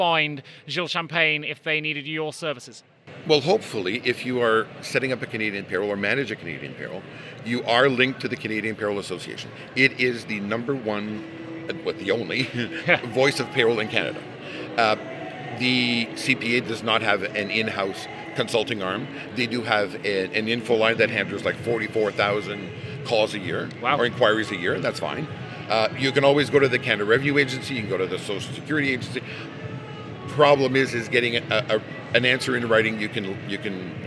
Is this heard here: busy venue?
yes